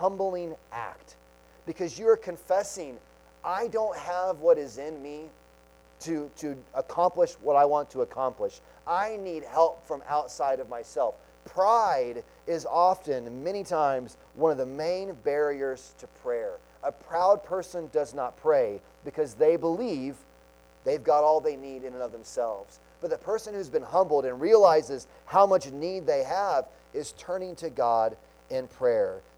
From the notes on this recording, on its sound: Sunday Morning Sermon Audio